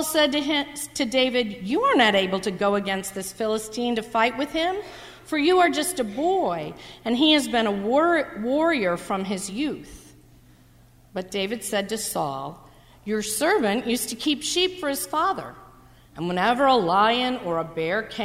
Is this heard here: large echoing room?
yes